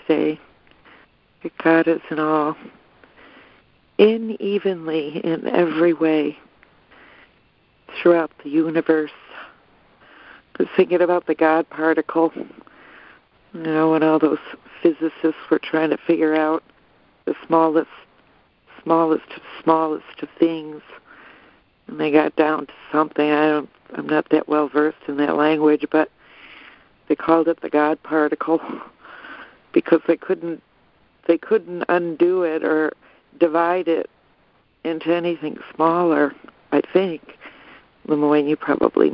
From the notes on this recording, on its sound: ACIM Daily Conference Call.